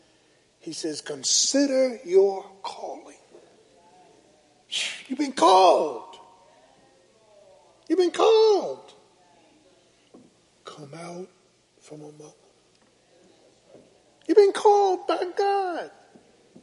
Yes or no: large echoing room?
yes